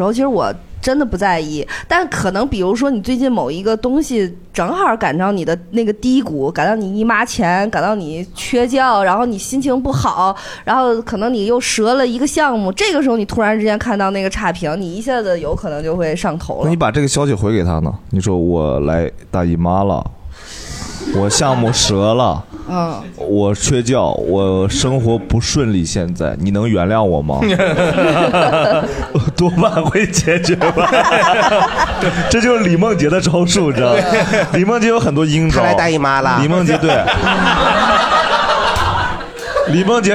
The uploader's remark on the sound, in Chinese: 这是一档由喜剧演员们和现场观众朋友们共同录制的播客节目